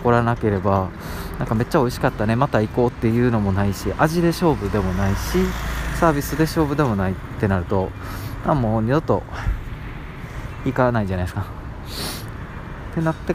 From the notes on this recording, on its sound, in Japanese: 外の収録なので少しガヤガヤしてて申し訳ないです